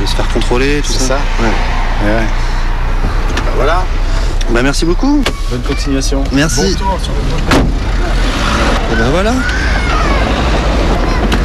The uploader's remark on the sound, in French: avec un envoyé spécial en direct du Maidan